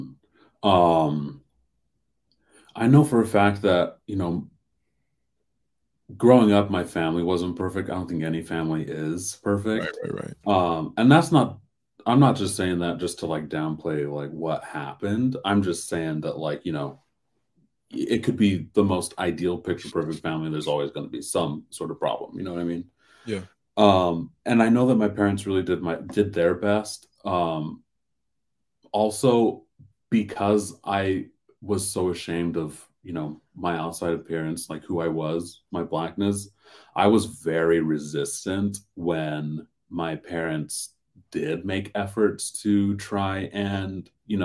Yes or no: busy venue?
no